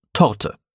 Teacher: Es ist sozusagen ein abgedunkeltes oder abgeschwächtes E. Er kommt im Standarddeutschen, anders als zum Beispiel im Rumänischen, nur in unbetonten Silben vor. · Term: Schwa-Laut